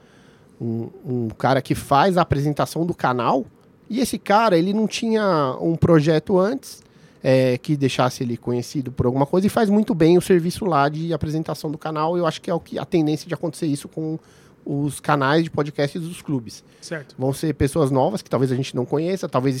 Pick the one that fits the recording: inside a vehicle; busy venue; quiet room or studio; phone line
busy venue